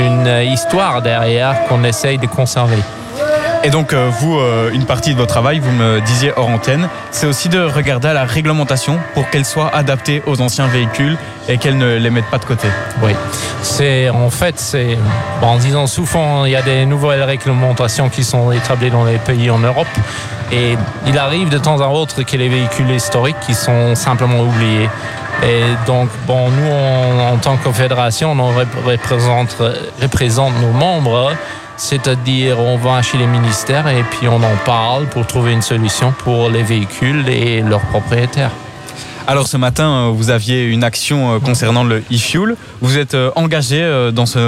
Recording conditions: busy venue